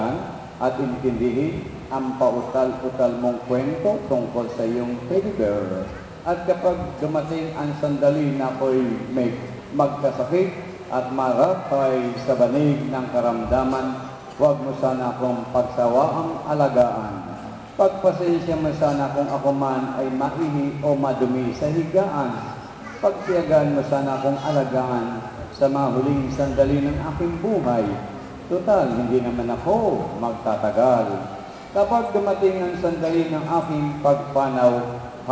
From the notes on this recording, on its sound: Recorded at Our Lady Queen of Peace Parish, Bacoor, Cavite, Philippines October 10, 2010 during the 9:00 am Holy Mass.